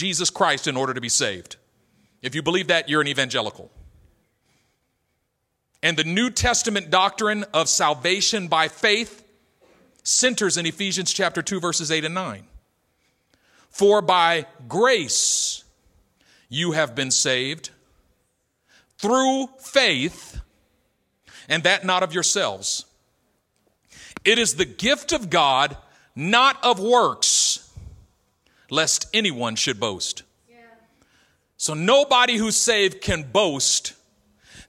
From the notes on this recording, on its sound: A message delivered in our El Cerrito campus.